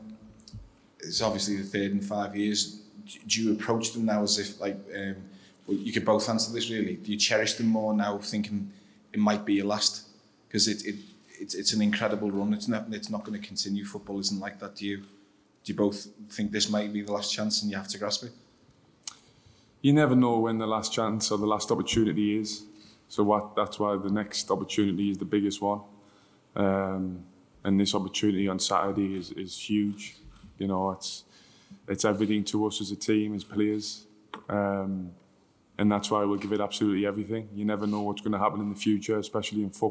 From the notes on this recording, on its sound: Champions League Final Press Conference.